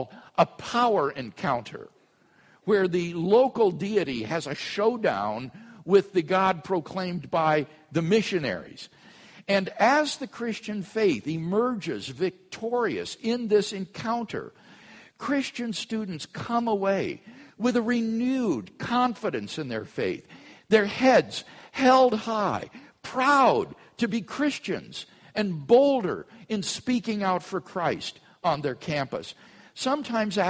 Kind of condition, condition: setting, large echoing room